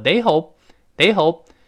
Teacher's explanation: 闭紧双唇，但是没有爆破出来，这就失去爆破了嘛